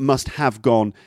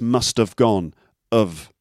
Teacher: So of sort of gets squashed and it sounds like have, doesn't it? · Shown in: second take